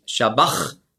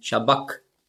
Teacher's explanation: das hat man ausgesprochen so wie ein C hinten im Gaumen · Shown in: second take · K.